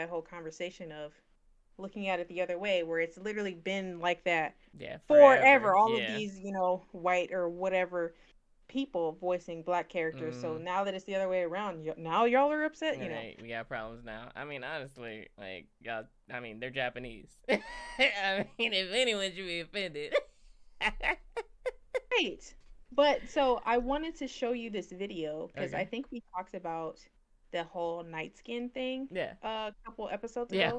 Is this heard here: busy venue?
no